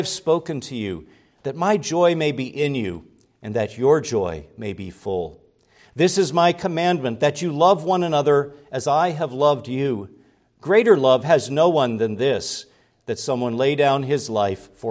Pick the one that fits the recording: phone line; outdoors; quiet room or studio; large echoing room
large echoing room